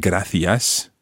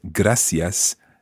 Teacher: And another thing that links it to most places in Latin America is the use of the s sound rather than the th sound · Shown in: second take · For example, with gracias in most of mainland Spain and gracias in Canarias.